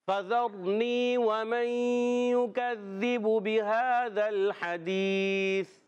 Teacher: حلق کے نیچے والے حصے سے بہذا یہ والا ہا اور حدیث والا ہا جو ہے ادا ہوتا ہے حلق کے درمیان والے حصے سے حدیث میں یا ساکن سے پہلے زیر یا مدہ ہے ایک